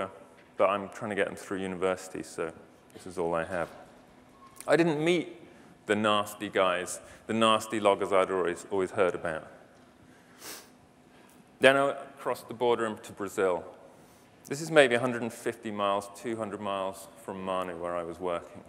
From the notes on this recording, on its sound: The best of live interviews from GreenBiz events.